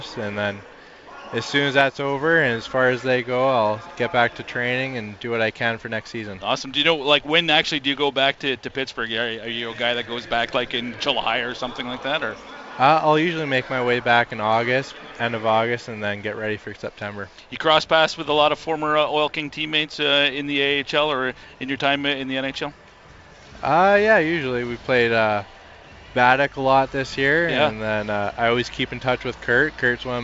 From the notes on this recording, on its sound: at a recent Edmonton Oil Kings game and this is a brief intermission interview we did